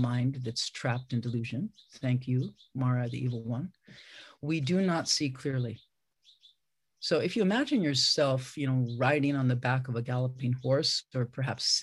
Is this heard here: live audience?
no